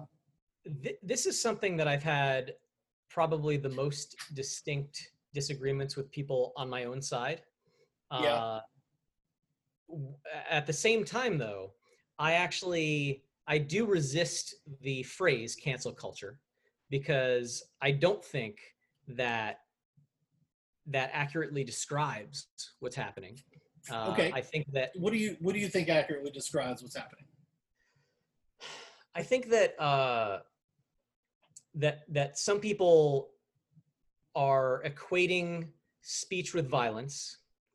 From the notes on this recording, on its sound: This is our first Zoom podcast